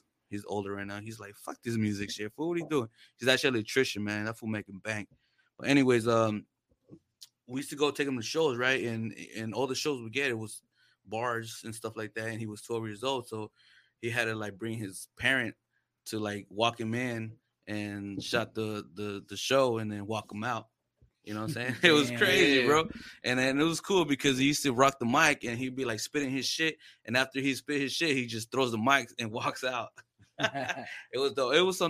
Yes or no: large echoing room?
no